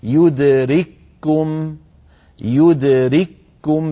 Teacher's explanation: الأولى مجردة والكاف الثانية عليها شدة وضمة، ونطقها كما ذكرت يدرككم، يدرككم بكاف واحدة مشددة